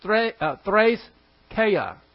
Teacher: And if this was just an epsilon without the A, it wouldn't sound like an A. But you put an E and an I together, it's called a diphthong, and it sounds like an A.